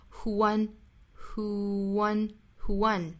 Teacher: who 它是元音没错，后面的 one 是辅音，所以这两个音是不连读的